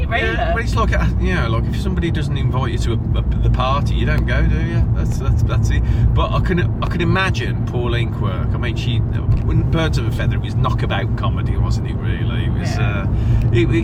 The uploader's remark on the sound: Recorded on the car journey home from work